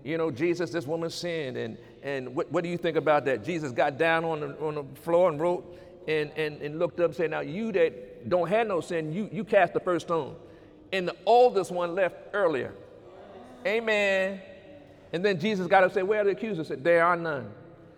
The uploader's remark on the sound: During Sunday morning service on April 14, 2019.